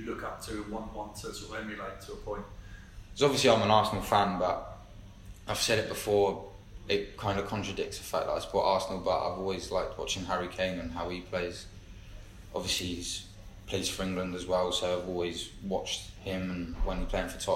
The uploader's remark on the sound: Press conference | Bristol City v Huddersfield Town.